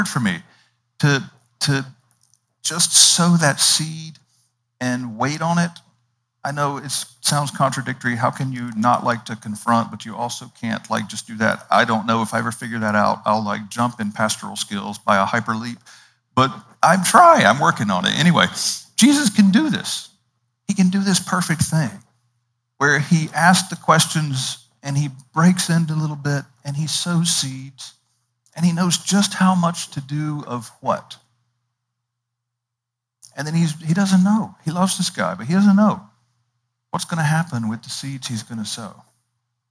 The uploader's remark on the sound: Indoors in the Kaiser Chapel on the beautiful and scenic campus of Gordon Conwell Theological Seminary 130 Essex St, South Hamilton, MA 01982.